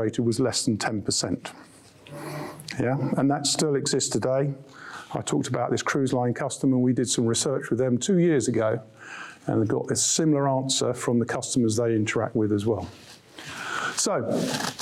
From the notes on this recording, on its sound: An intimate dinner with Introhive. Gives an insightful presentation to a group of sales leaders. Including questions from the audience.